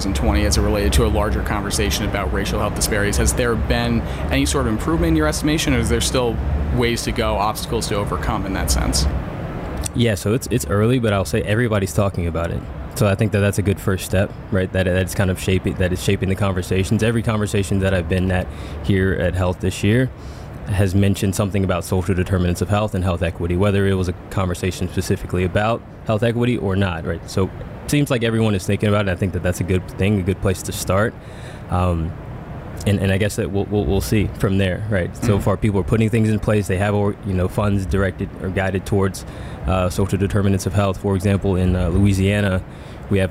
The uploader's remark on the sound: mini episode of the podcast recorded at HLTH in Las Vegas